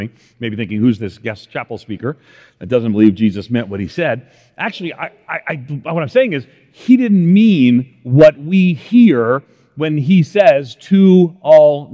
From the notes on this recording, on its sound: In this Chapel talk he discusses how to live out faith in the face of a culture of outrage by following Jesus’ commission.